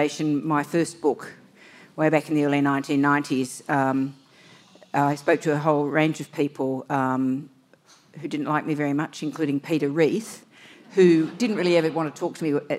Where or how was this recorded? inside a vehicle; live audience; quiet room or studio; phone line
live audience